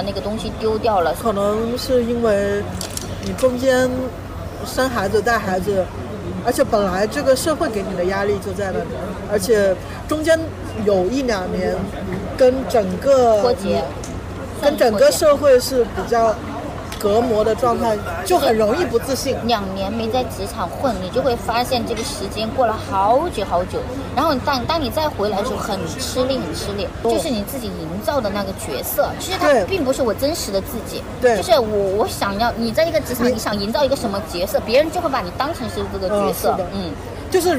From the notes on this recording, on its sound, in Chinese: 室外录音，尝试降噪后声音古怪，保留了咖啡店杂音。